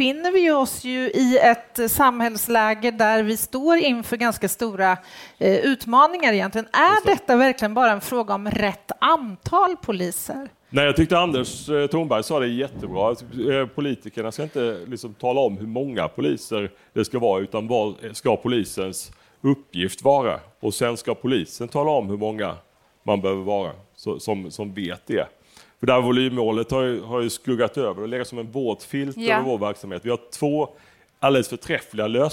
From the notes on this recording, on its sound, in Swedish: live från öjn och Almedalen